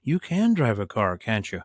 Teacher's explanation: This is the way that that would be pronounced with intonation coming down, not going up, because again, I know about you. · Maybe I saw you drive, someone told me, but the idea is I'm just confirming something that I know about. So again, the intonation comes down.